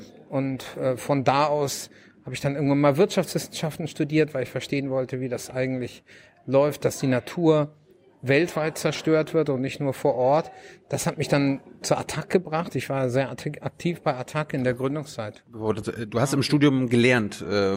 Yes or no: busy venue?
yes